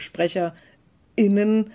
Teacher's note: was wir fachwissenschaftlich jetzt sagen würden, mit Glottalverschluss arbeiten